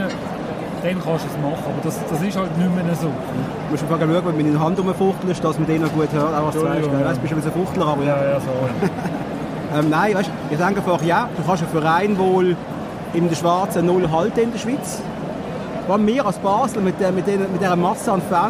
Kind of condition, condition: setting, busy venue